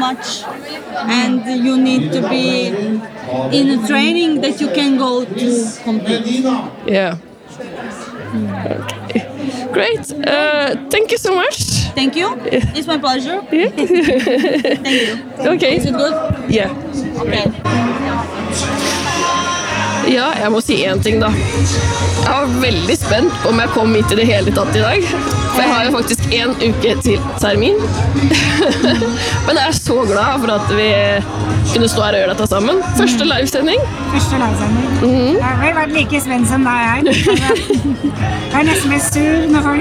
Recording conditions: busy venue